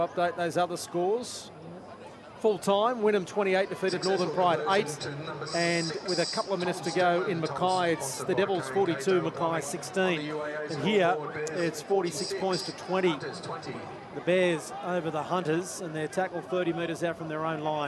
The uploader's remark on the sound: Live call from UAA Park, Gold Coast.